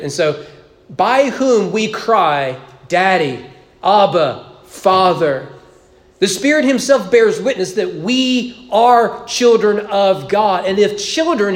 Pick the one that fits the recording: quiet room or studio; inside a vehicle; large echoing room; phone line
large echoing room